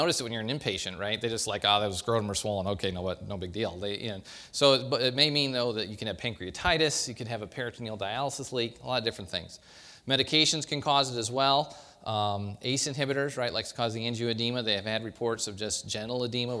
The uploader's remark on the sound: Recorded at the 2013 SDPA Summer Conference in St.